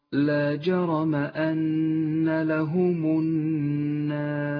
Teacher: ولاحظ ترقيق الألف في كلمة النار، ترقق الألف لأنها مسبوقة بحرف مرقق